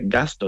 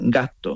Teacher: La S la quita y alargas la T. · Shown in: second take · Term: alargamiento de consonantes